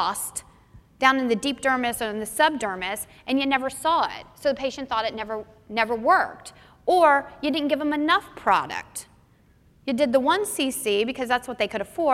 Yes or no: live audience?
yes